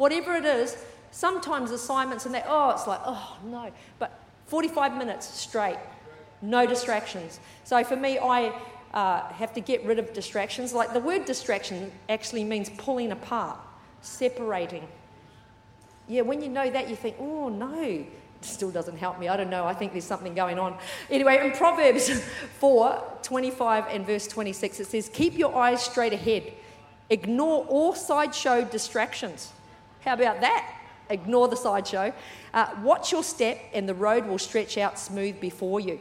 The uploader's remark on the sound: With services streamed live at 9am AEST. Recorded during our 9am service on Sunday, the 28th of January 2024.